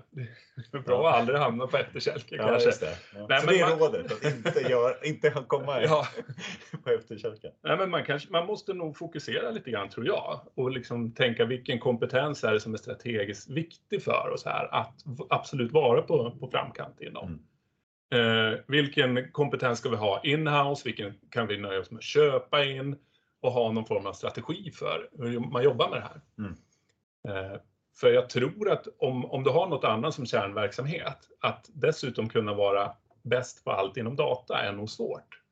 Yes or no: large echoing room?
no